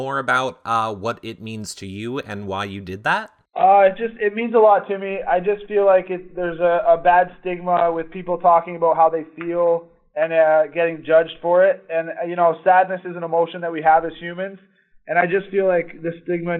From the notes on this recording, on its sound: This is our phone interview.